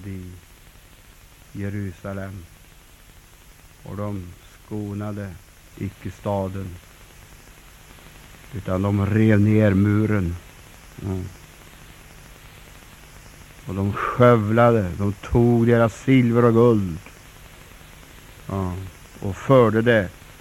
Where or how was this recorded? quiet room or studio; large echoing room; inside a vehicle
large echoing room